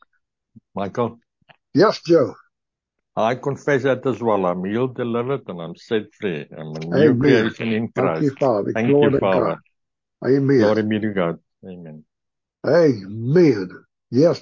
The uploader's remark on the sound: PRAYER PHONE CALL.